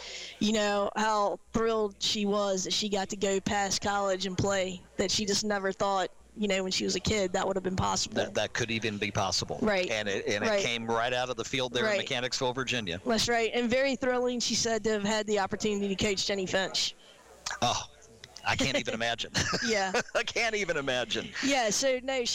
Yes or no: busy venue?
yes